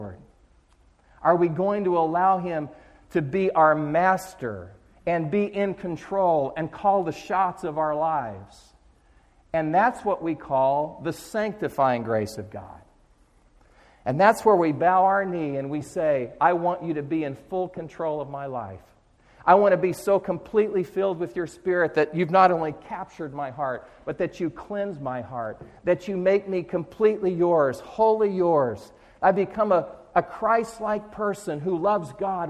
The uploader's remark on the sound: Chapel audio recordings from Eastern Nazarene College in Quincy Massachusetts